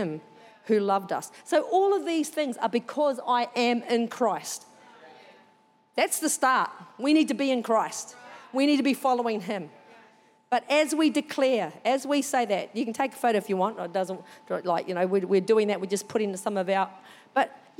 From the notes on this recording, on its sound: Recorded during our 9am service.